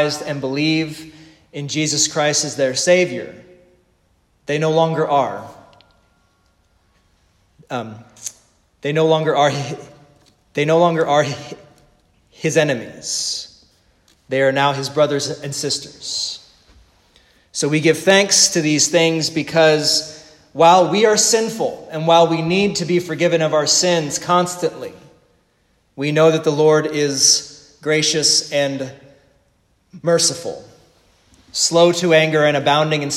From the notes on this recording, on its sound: The sermon preached at the Divine Service